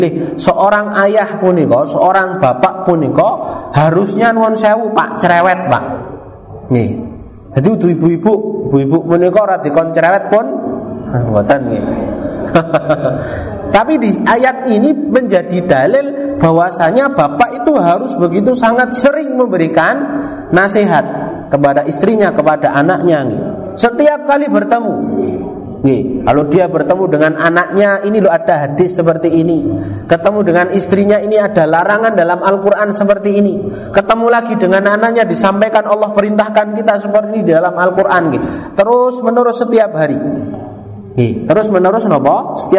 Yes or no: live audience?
yes